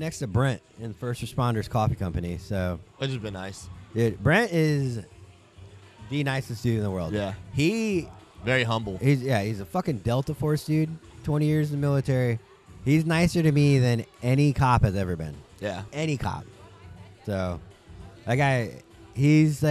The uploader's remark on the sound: take a break from vending at the Refracted Wolf Apparel booth